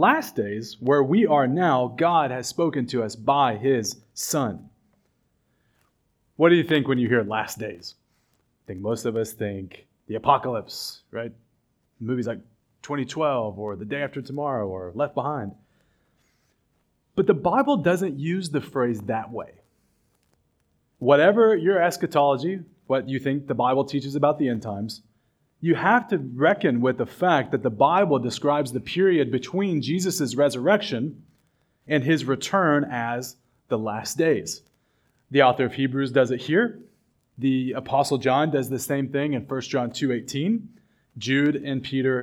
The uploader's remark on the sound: at River City Baptist Church, a new congregation in Richmond, Virginia.